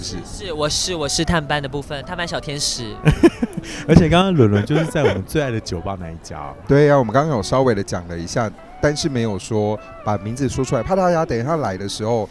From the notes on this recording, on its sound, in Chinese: 實際上我們是坐在露天酒吧區錄音